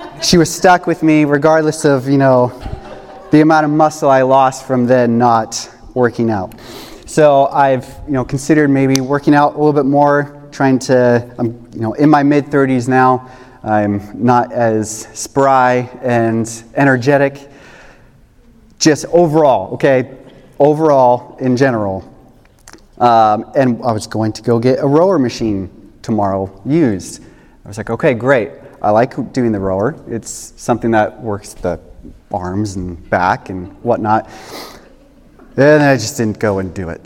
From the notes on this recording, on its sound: This message was recorded on December 31, 2023, at Union Ridge School in Ridgefield, Wa.